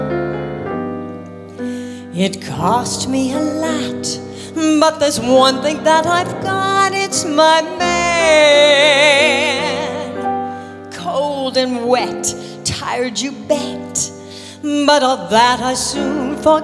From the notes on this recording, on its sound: Live at the SouthPoint Casino